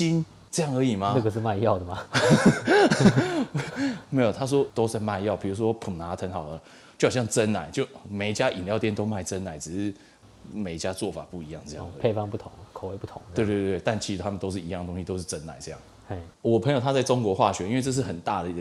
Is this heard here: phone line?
no